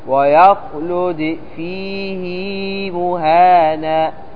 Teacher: لاحظ أننا وصلنا الهاء بياء فيه